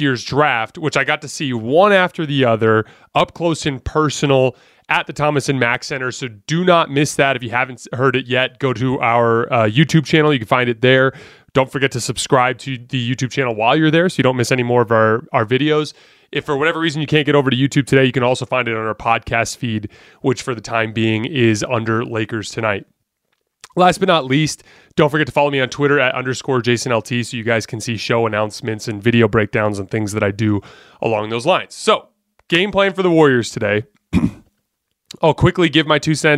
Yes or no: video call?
no